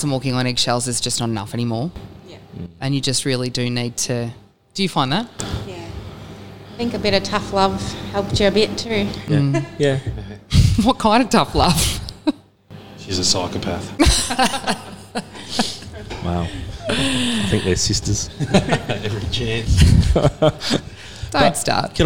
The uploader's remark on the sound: To sit in the cafe and bare their souls in front of a microphone